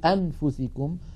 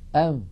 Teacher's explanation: لا لا أنا أتكلم لو أظهرنا لو أظهرنا النون عند الفاء نقول أنفسكم، ولكن عندما نخفي النون عند الفاء لا نفعل هذا، لا نقول أنفسكم، وإنما نذهب من مخرج الهمزة من قولنا أ إلى تهيئة الفم مباشرة إلى مخرج الفاء، فنقول أم. إذن الفم مهيئ على مخرج الفاء وينطق القارئ من أنفه غنة فقط. · Shown in: second take · Term: الإخفاء